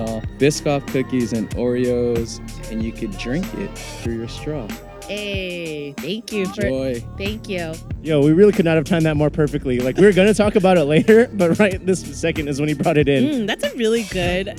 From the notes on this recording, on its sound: Recorded at the beautiful Trademark & Copyright Bar in downtown San Francisco.